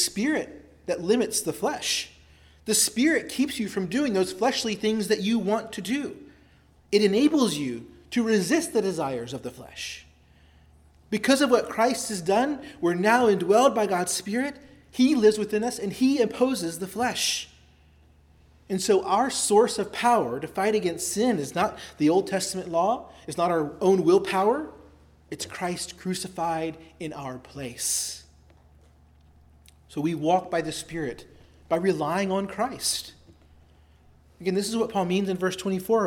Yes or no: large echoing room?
yes